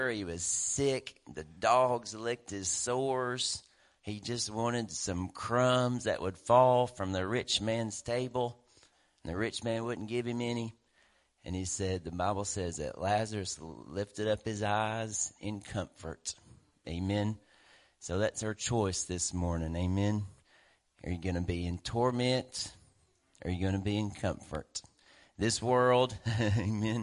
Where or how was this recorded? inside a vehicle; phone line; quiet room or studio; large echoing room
large echoing room